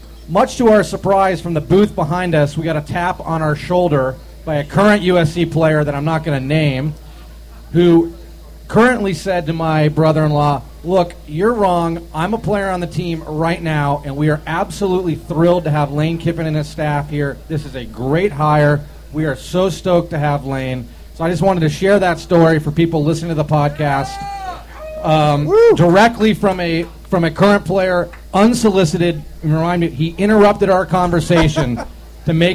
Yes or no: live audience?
yes